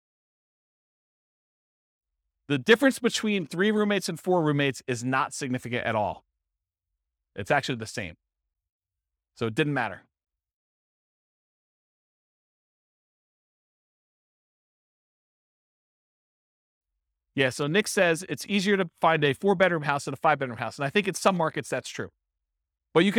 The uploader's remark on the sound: This was a live class recorded